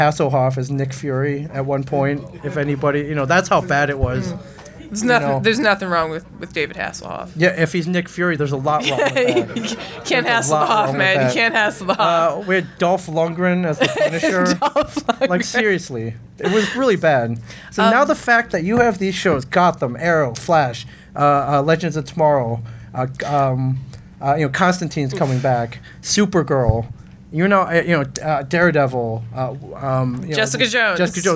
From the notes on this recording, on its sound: DC Day at Barnes and Noble. To Barnes and Noble to podcast live for DC Comics Day.